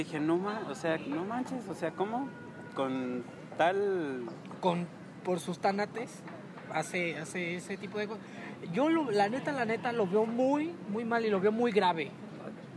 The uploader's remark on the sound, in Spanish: En esta ocasión grabamos en el Bosque Cuauhtémoc por lo que escucharás el ruido de la ciudad de Morelia